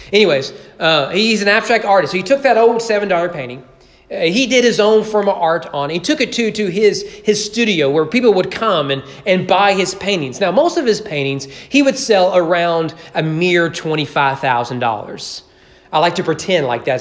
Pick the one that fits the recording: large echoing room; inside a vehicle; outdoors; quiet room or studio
large echoing room